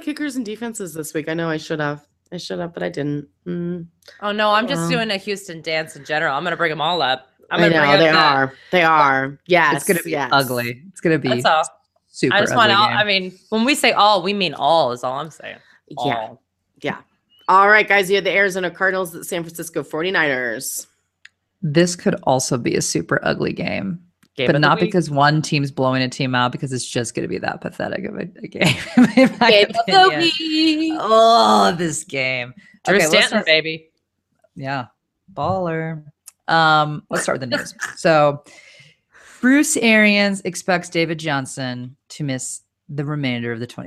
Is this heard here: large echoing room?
no